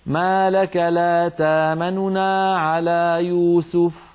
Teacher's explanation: الروم أن تنطقي نونين، الأولى منهما سريعة وصوتها منخفض